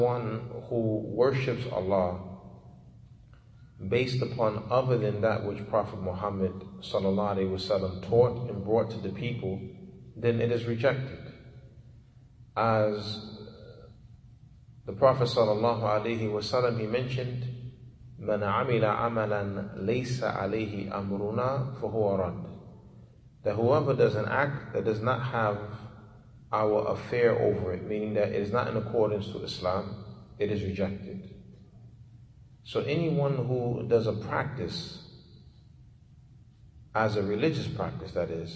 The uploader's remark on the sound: Lecture given at Masjid Nur Allah, Queens, Ny